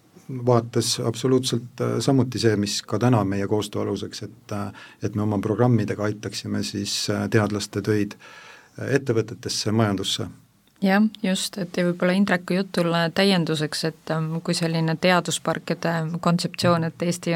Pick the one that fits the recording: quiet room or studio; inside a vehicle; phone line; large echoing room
quiet room or studio